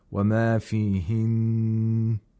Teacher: In the word فيهن، we have a noon which has a shadda, so we have to nasalize this noon for two vowel counts. Even if we do waqf, we still have to apply the nasalization.